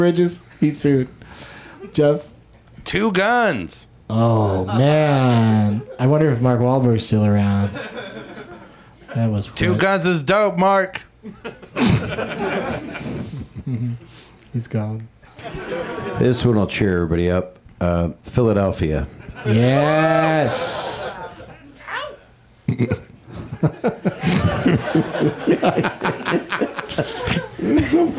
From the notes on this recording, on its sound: Live from the UCB Franklin